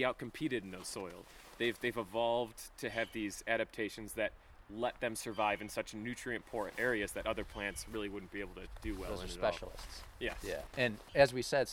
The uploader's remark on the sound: This episode was recorded in March of 2016 in Algonquin Provincial Park, Ontario, Canada. And, man, was it cold.